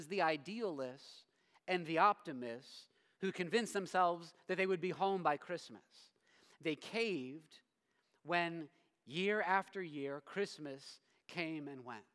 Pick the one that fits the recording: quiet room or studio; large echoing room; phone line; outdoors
large echoing room